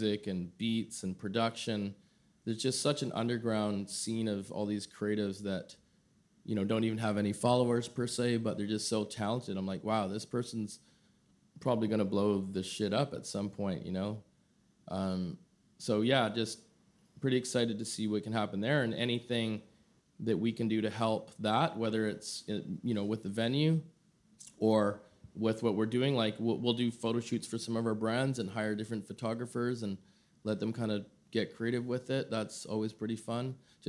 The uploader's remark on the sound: This episode is a special edition, in partnership with Herschel Supply & Herschel Vancouver. Live conversation slash live podcast recording with us at their Robson Street location, bringing the community together for an fun, inspiring night. To friends and community who came out last Tuesday evening.